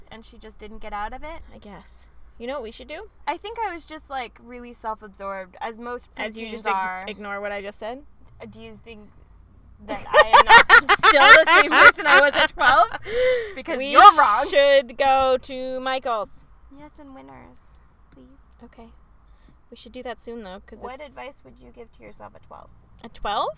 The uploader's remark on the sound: two best friends sat in the car and chatted.